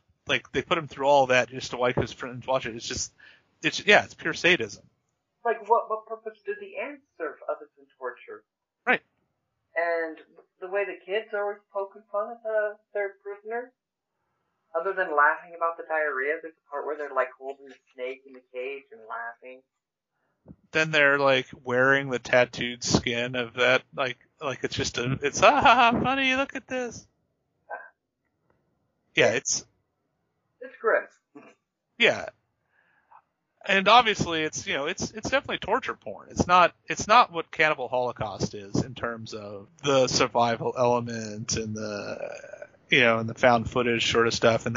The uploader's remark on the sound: Again, sorry about the minor audio issues - those have been fixed going forward.